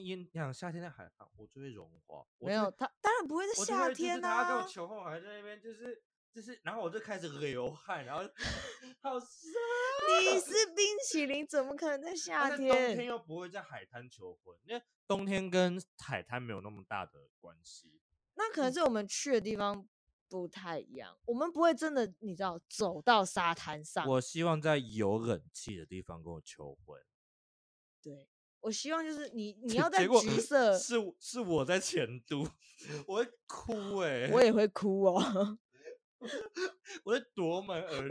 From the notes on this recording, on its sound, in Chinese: (BETA中可能音質很差)。第一次錄音偏緊張，在此也呼籲大家不要用網頁式錄音軟體，音質爛到^^，我明明就有買麥克風。